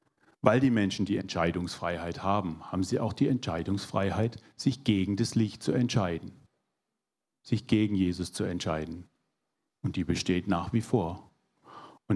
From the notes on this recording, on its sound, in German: 2022 in der Gemeinde Kaleo Schopfheim aufgenommen.